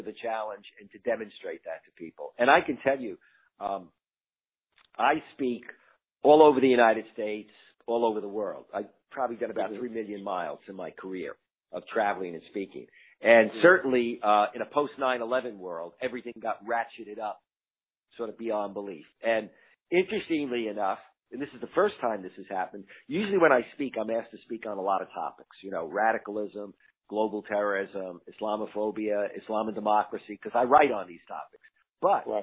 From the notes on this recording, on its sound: Talks over the phone.